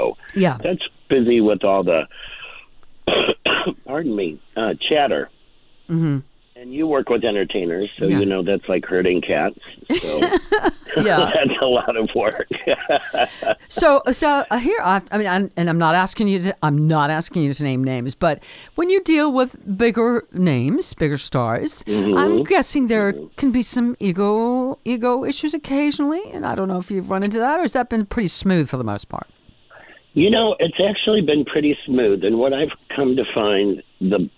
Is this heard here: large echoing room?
no